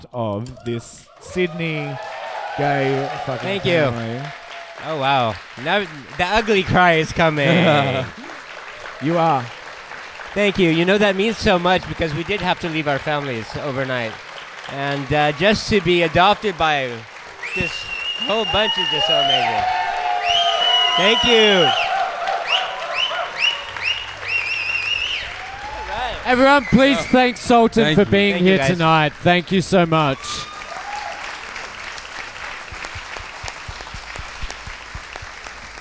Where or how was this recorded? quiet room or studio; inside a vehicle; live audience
live audience